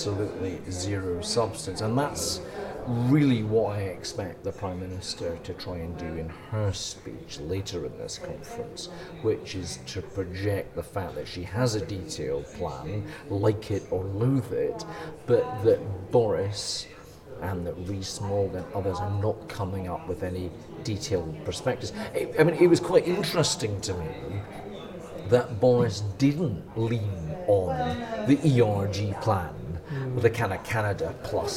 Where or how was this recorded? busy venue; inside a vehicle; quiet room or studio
busy venue